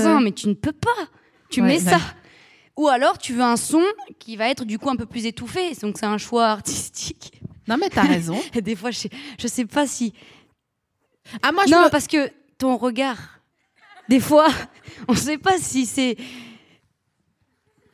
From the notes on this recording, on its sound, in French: Devant un public sévère, mais juste, sans aucun dentiste. Produit par Binge Audio, enregistré en février 2021 à la Scala Paris.